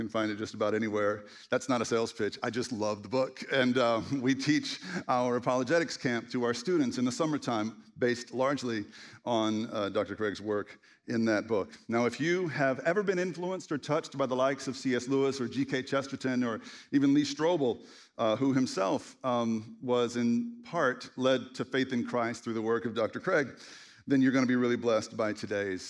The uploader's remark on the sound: At The Story Church. A special live conversation.